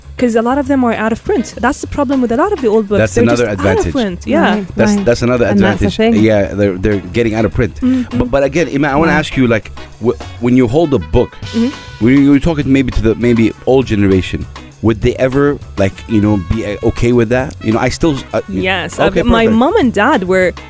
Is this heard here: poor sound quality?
no